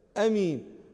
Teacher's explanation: أما القصر عند اللغويين فهو آمين آمين حتى تتكلموا عن الهمزة، أمين يعني لا ألف هناك، إنما هي همزة قطع مفتوحة بعدها الميم مكسورة فقط